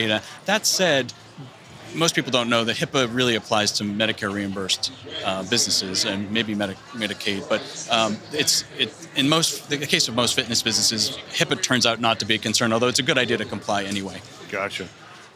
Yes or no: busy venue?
yes